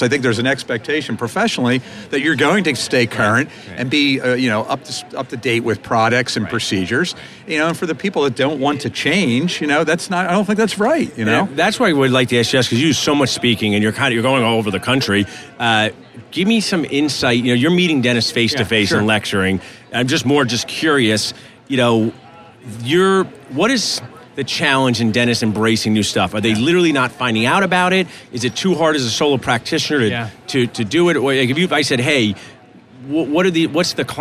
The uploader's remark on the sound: Live from the 3M booth at the GNYDM 2019